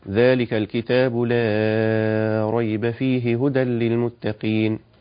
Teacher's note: بمد لام بسموها لام التبرئة، فهو يمدها أربع حركات مد توسط